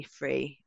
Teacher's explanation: So saying what they call TH fronting, which is where instead of saying three with your tongue between your teeth, you say free, like an F sound